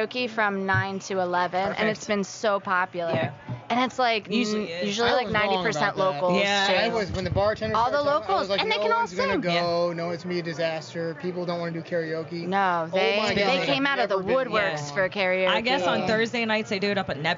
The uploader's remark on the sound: The Outer Banks This Week Podcast goes on location! Record live at The Wreck Tiki Bar in Hatteras Village.